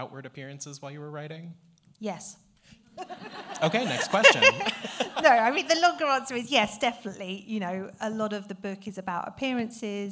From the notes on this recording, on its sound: The Cuyahoga County Public Library, Parma Snow branch. Cuyahoga County Public Library for hosting and recording this amazing event.